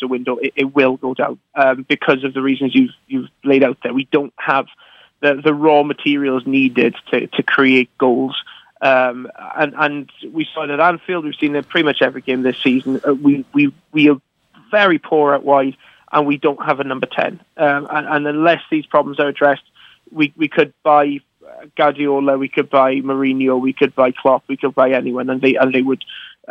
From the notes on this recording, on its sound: On today's Friday show we were joined on the phone